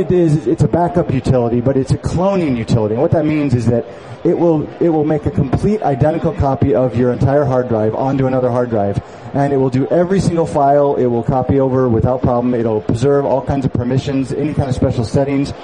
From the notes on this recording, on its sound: Live at Macworld Expo 2007.